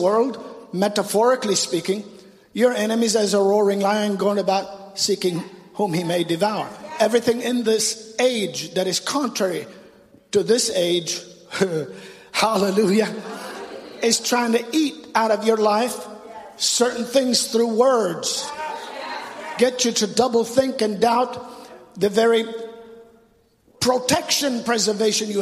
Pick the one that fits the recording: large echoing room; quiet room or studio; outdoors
large echoing room